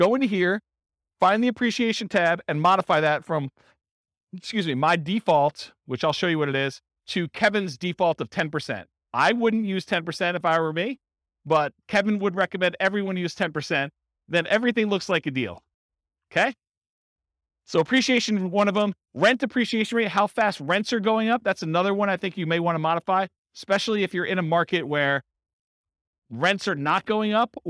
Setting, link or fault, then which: setting, live audience